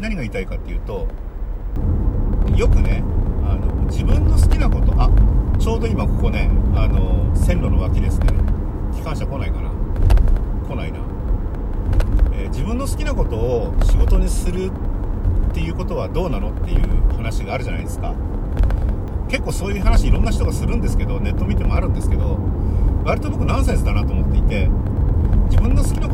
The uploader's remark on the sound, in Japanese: 今回もクルマの中から雑音多めで失礼します。